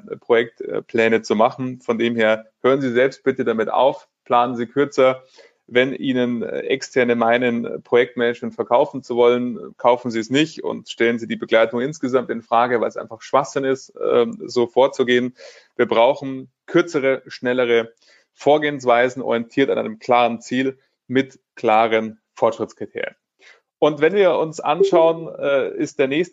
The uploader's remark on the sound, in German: Genau dieser Frage sind wir im Rahmen eines Live-Webinars nachgegangen.